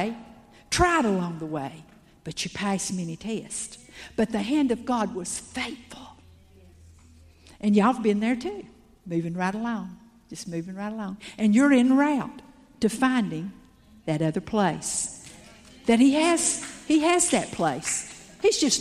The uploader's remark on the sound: Salt Conference Session 2. After a break everyone reconvened to hear the word again.